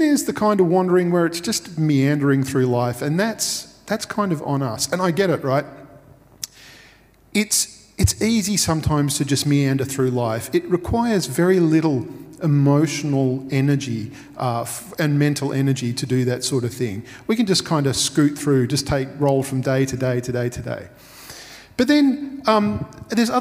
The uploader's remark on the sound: Recorded at Restore Church on the 27th of June 2021.